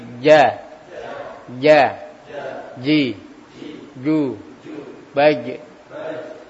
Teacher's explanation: huruf jim itu adalah tengah lidah dengan langit-langit